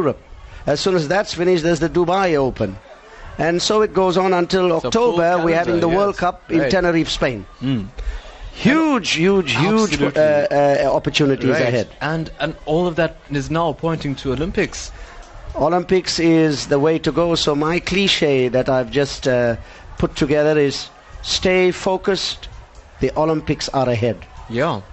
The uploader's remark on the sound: Live broadcast from the 2017 SA Karate Nationals. Superb performances by 600 young karatekas as they battled it out for national colours in karate.